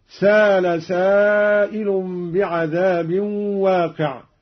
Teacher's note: قرأ قالون بدون همز